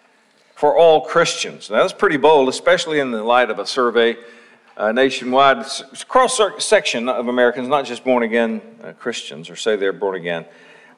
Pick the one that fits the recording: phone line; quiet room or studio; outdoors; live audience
live audience